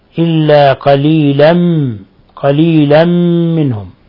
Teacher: تنوين فتح جاء بعده الميم الحكم التجويدي إضغام بغنة